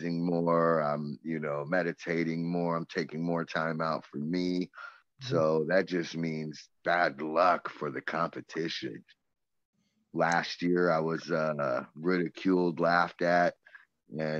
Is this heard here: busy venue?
no